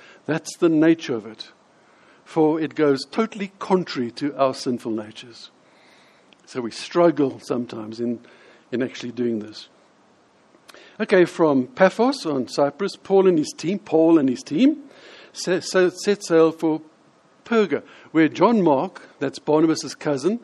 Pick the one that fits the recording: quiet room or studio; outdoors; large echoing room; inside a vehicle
large echoing room